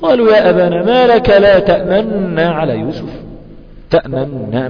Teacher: أن آتي بضم الشفتين ثم أرجعهما مرة أخرى في حركة سريعة جدا · Term: الإشمام